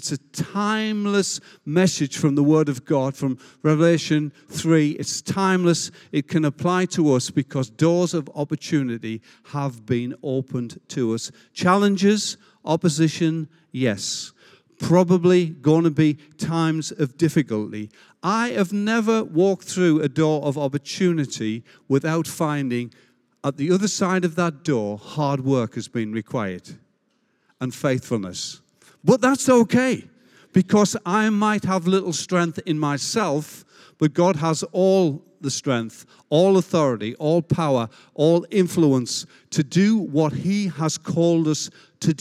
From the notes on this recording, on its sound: Recorded live at Life Church Lancashire.